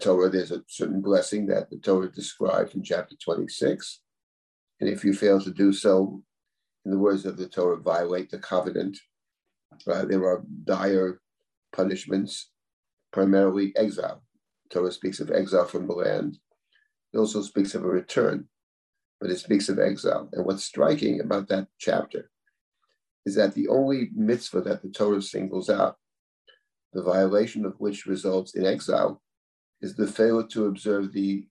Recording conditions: video call